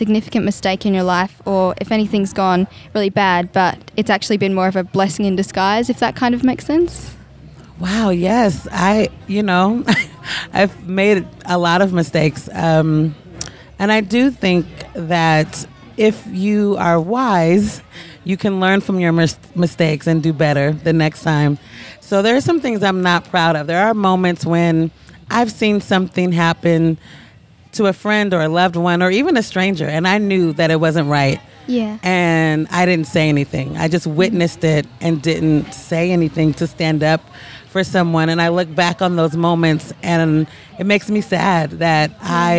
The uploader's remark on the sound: Scribblers Festival 2019. These are recordings from our Conversation Caravan over the Family Weekend.